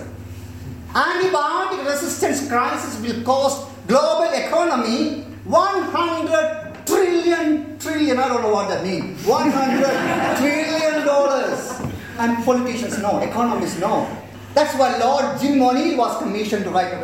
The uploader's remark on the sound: spoke at the Science Museum Lates event “Illuminating India”